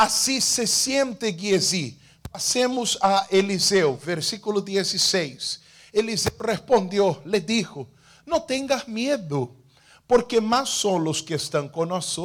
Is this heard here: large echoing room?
yes